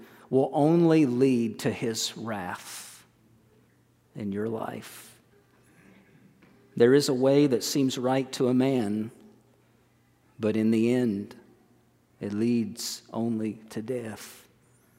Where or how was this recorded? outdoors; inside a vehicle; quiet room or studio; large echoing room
large echoing room